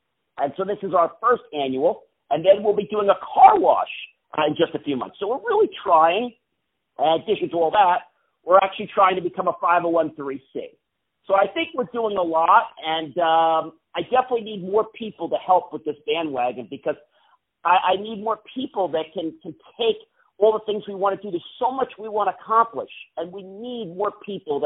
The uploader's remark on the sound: On the phone